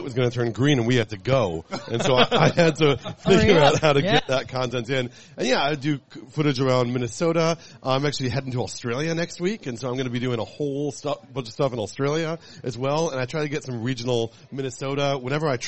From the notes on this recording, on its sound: Live from the Fair. LIVE from the Minnesota State Fair!